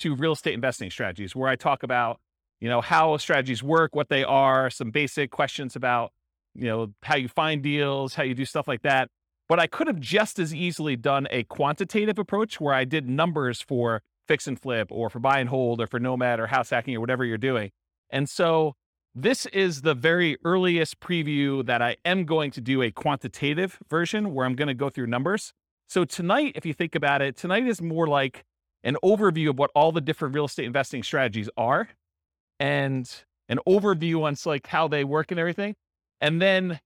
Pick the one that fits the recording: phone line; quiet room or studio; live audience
live audience